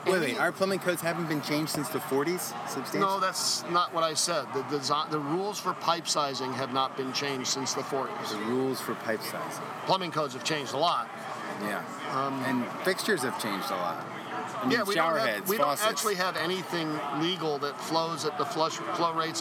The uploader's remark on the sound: Live from the Texas Society of Architects 2017 Expo and Convention. Our live recorded episodes at the 2017 TxA Expo & Convention.